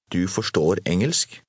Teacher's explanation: Notice how the speaker's voice rises a little at the end. · Term: Norwegian intonation